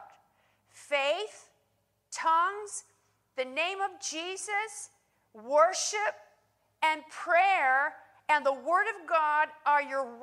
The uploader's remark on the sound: In this teaching, recorded live at Worship Church.